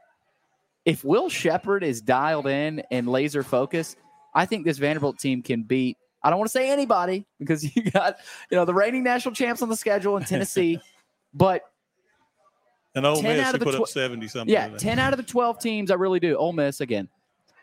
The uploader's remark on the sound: LIVE from Chili's on West End